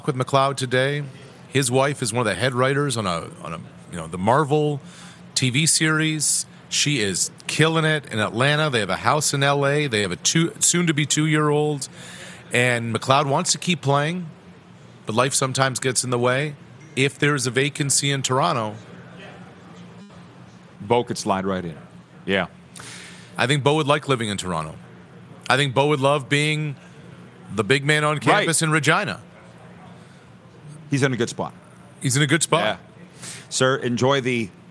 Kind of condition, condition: setting, busy venue